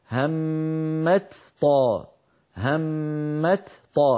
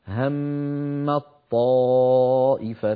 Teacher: المثال الثاني هم طائفتان، أيضا هنا تاء وطاء، والتاء والطاء من المخرج نفسه، فالأصل أن نقول همت طاء، همت طاء، هكذا الأصل، لكنه ثقيل، ف فلذلك كانت العرب تحول التاء في همت إلى طاء ثم تدغم الطاء في الطاء التي بعدها فيصيران طاء واحدة مشددة يرتفع اللسان عنهما ارتفاعة واحدة · Shown in: second take · فيقولون هم الطائفتان.